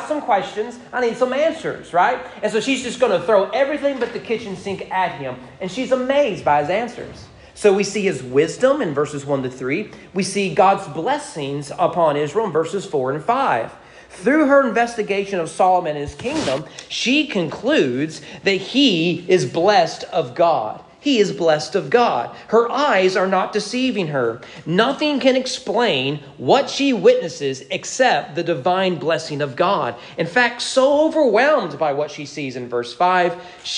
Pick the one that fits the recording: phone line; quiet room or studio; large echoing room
large echoing room